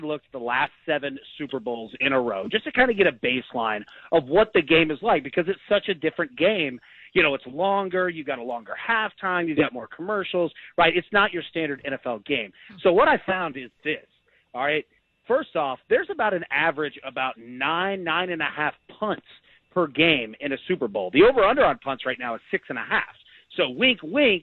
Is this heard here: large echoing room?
no